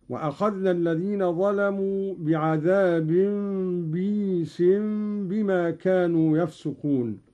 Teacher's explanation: قرأ قالون بكسر الباء بعدها ياء ساكنة مدية على وزن عيس، يقرأ هكذا: وأخذنا الذين ظلموا بعذاب بئيس بما كانوا يفسقون.